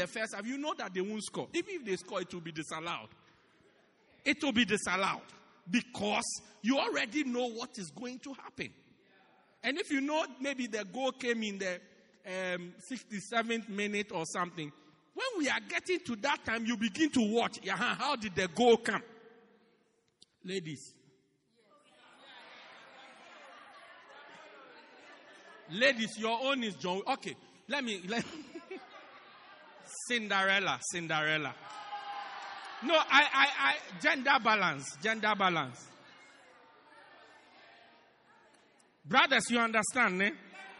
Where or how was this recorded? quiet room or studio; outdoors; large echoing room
large echoing room